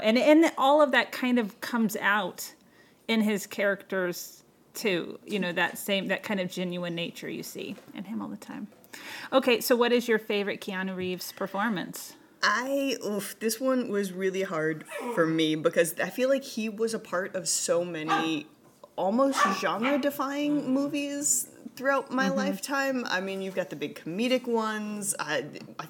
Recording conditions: sounds in the background